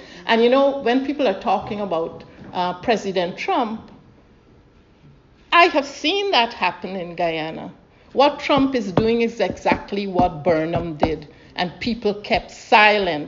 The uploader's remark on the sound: This is a recording of the event. Held at the Classic in Tooting Bec, London (UK).